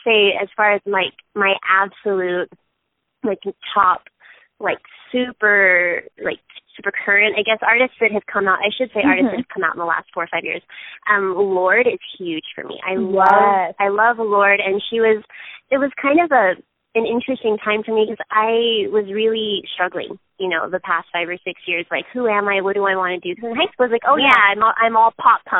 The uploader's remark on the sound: That happened over the phone for me this week when I was interviewing